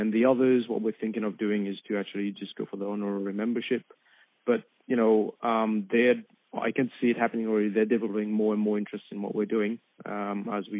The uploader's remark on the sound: Telephone interview originally aired on 3WBC 94.1FM.